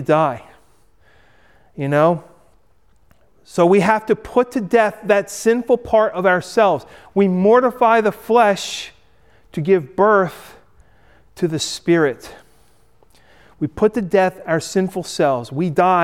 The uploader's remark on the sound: Recorded at Hudson UMC